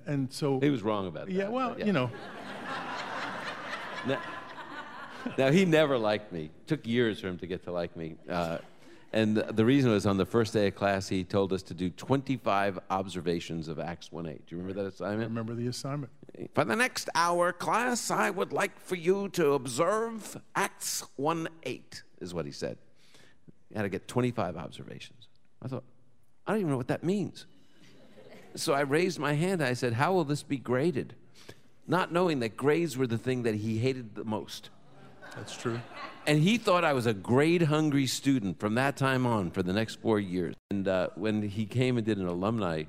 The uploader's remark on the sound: Live from Boca Raton, FL. Answers questions from our live audience.